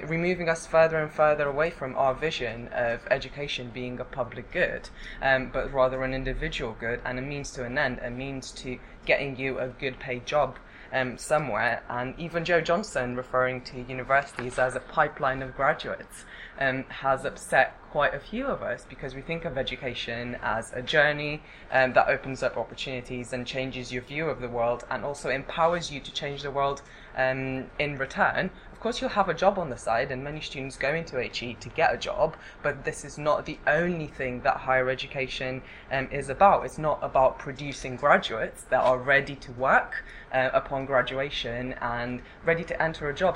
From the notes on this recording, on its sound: speaks at the SRHE Higher Education Policy Network event